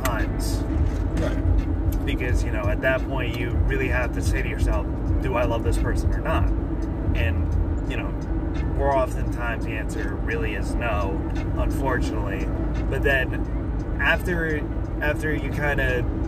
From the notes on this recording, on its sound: All while driving to some Lo-Fi tunes.